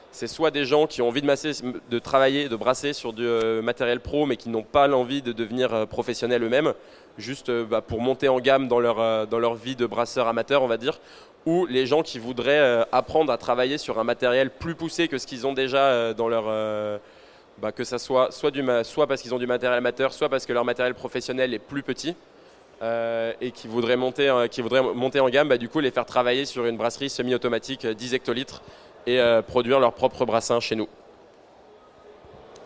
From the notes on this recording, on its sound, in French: Conférence donnée au salon BRADIS